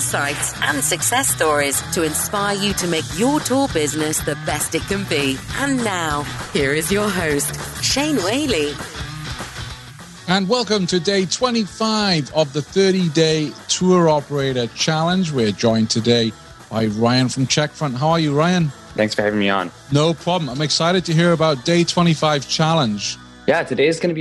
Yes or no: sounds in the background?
no